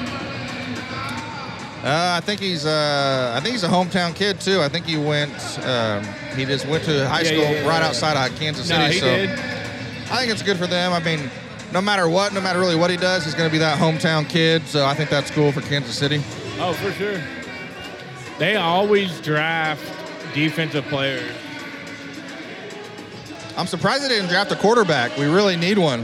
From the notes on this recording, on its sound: Live From Press Row. On this episode we do our first live on location from Charles Koch Arena for the Wichita Skykings game.